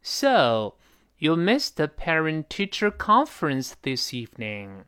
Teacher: 所以这个 thisevening，读得比较低沉